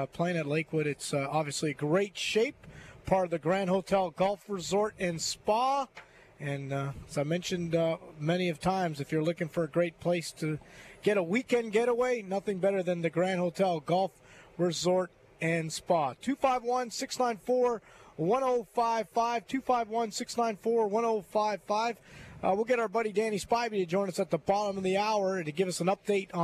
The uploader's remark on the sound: LIVE From Terry Thompson Chevrolet